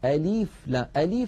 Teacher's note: بعض إخواننا يمطون كسرة اللام قليلا فيقولون ألف لام ألف، من حرصهم الزائد.